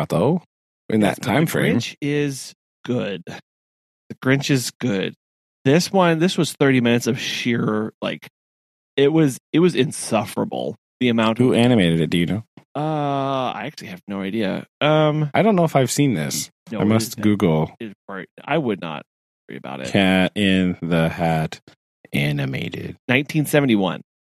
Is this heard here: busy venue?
no